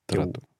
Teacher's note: Tens o R apicular